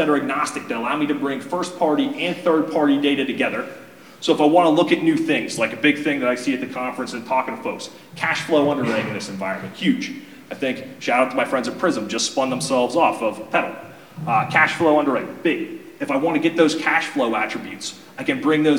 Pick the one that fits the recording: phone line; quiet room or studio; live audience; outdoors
live audience